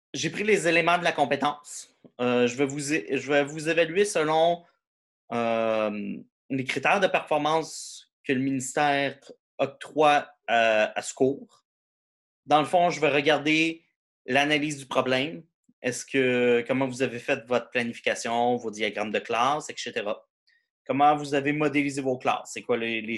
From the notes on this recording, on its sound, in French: cours en ligne sur Zoom